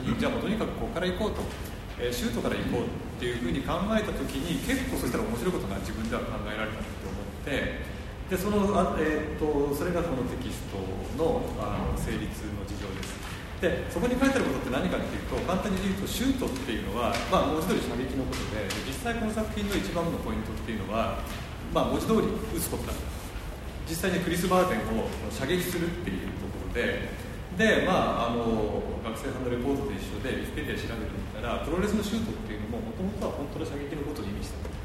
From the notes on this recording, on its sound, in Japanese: 会場：武蔵野美術大学鷹の台キャンパス 2号館309、310教室。第9回 AGAIN-ST 「BREAK/BREAKER シュート彫刻のありか」のトークイベントの録音です。